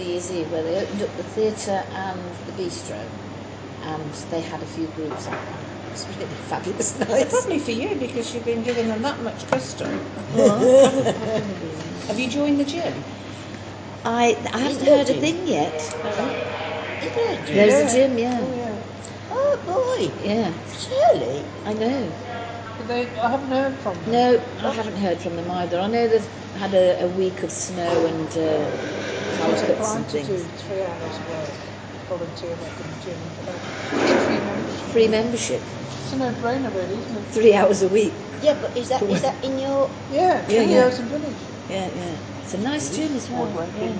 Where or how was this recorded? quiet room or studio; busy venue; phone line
busy venue